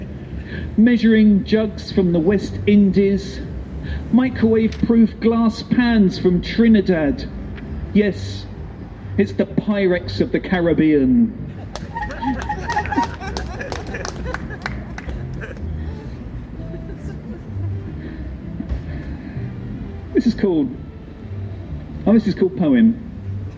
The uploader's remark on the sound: Live in Plymouth at Wonderzoo Mellow Yellow. On a windy day at a one day festival in Plymouth, August 2020.